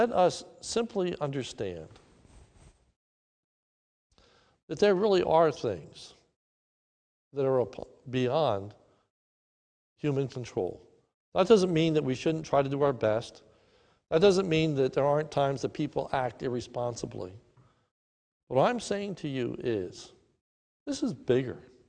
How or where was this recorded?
large echoing room